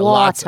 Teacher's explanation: You let go of the R's, but you overdo the T's.